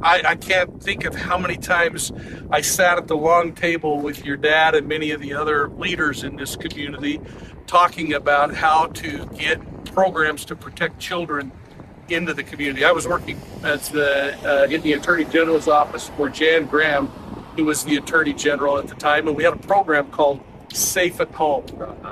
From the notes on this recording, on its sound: outside Hildale City Hall